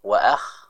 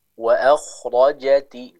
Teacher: Di huruf kha harus dibaca dengan sesuai dengan makhrajnya atau tempat keluarnya, yaitu di tenggorokan bagian atas. · Shown in: second take